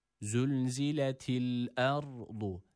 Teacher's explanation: Yani önceki harfin harekesine tabi oluyor demiştik. Burada ra sakin, önceki harfin harekesi üstün olduğundan dolayı ra harfi burada kalın okunması gerekiyor.